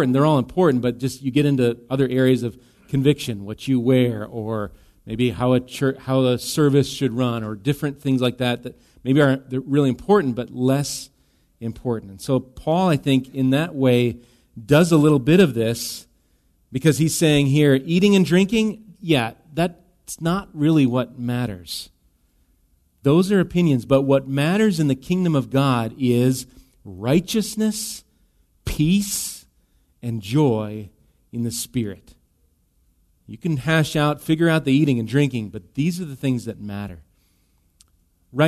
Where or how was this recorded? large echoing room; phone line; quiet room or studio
large echoing room